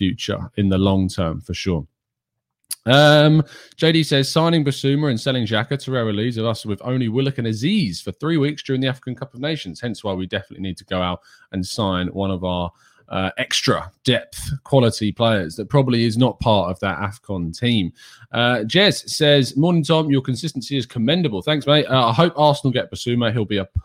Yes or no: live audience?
no